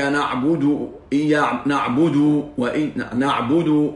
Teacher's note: عندما عاوز يحقق ضمة الدال يقوم مبالغ في الضمة تولد واو